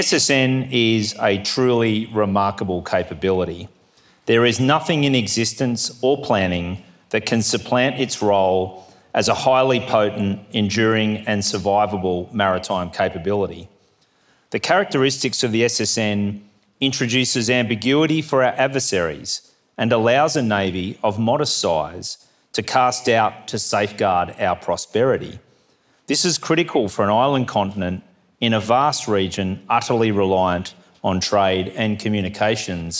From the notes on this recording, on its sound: 2023 Goldrick Seminar. Address at the Australian Naval Institute’s Goldrick Conference held in Canberra on 19 October.